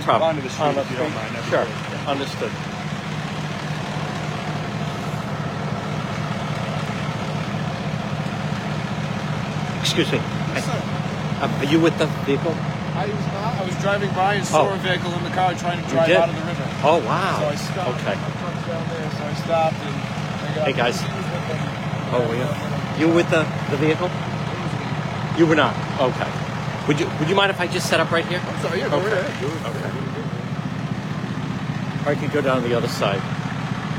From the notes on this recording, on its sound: On-the-scene Live-stream Warwick RI car in water.